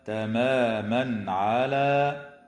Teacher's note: ويظهر التنوين عند العين في قوله تعالى تماما على